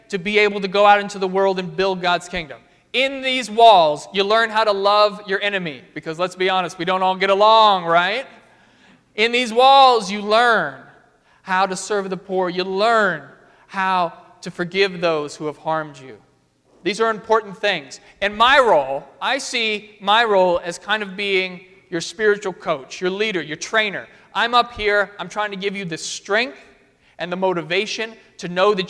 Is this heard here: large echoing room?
yes